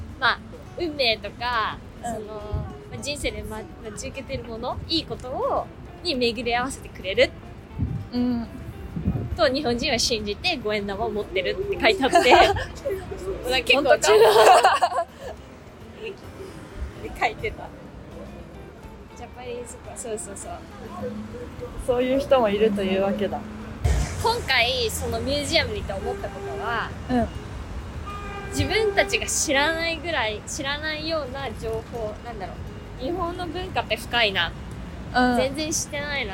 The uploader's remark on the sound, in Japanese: 10月末のリスボンは少しずつ寒くなってきました。歩きながらのお散歩フリートーク。